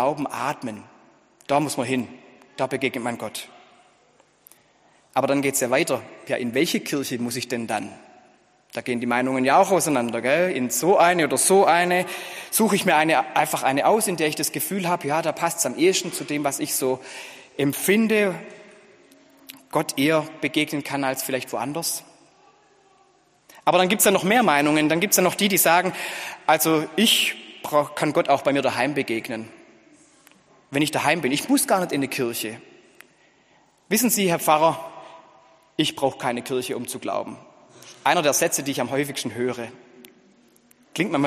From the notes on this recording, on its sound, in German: Gottesdienst zur Kirbe